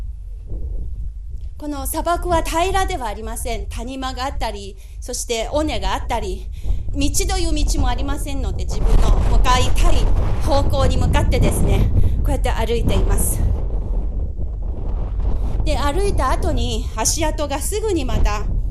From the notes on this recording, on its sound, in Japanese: マイクリポート「クブチ砂漠を行く」の2回目、植樹活動の現場からのリポートをお届けします。